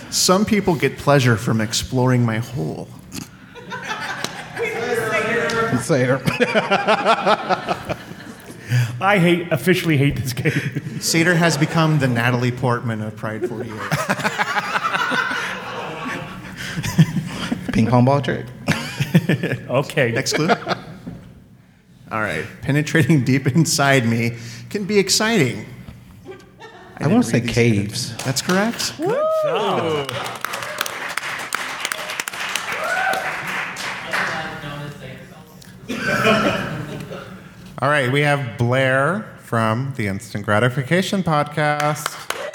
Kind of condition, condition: setting, live audience